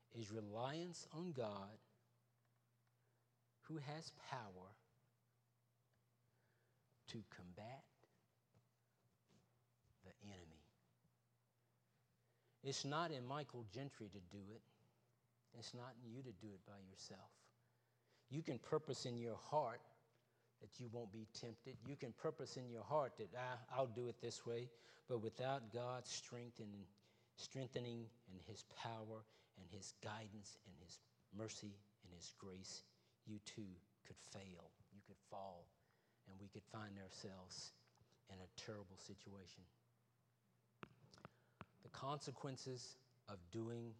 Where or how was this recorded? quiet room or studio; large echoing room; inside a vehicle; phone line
large echoing room